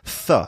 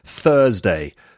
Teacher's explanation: The unvoiced one is th, like you get in Thursday